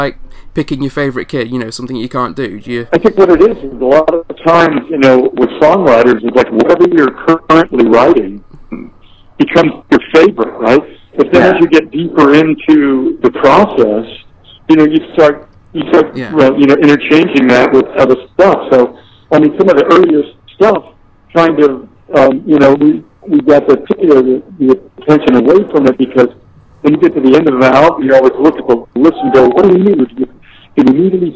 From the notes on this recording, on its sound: on the phone for a chat